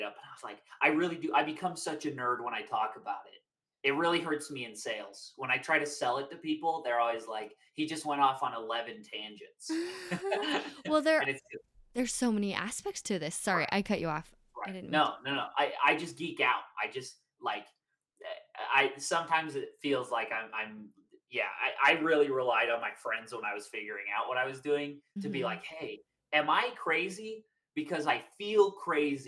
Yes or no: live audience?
no